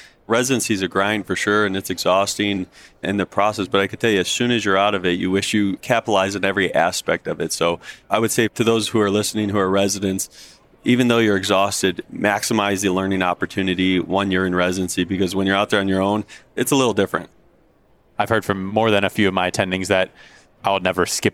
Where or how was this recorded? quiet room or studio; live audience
live audience